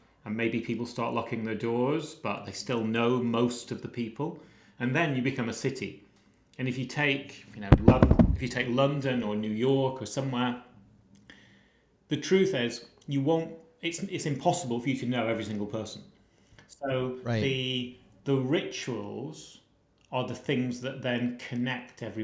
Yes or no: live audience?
no